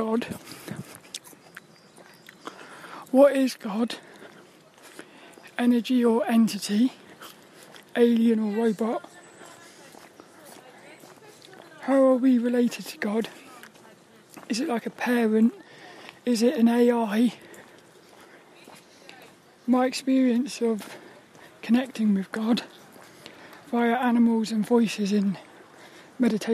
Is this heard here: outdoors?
yes